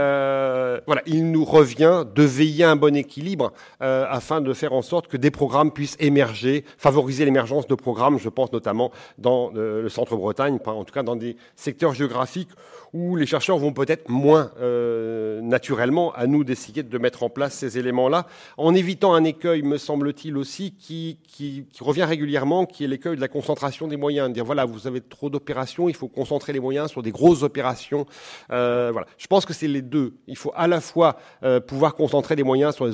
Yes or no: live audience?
yes